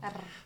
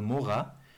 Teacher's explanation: dragging the R along, like it's very guttural · Shown in: second take